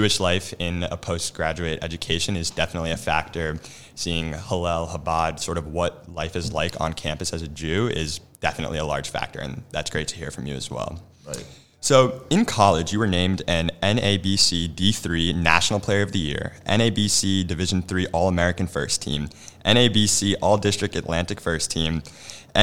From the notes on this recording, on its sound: LIVE from International Convention 2023